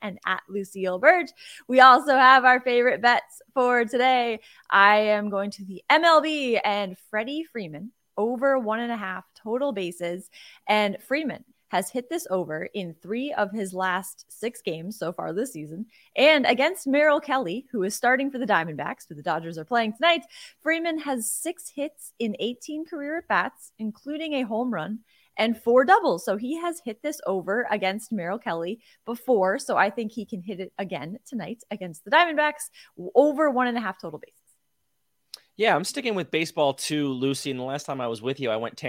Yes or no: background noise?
no